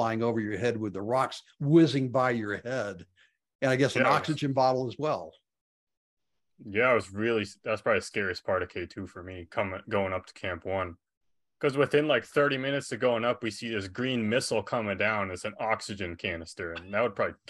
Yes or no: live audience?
no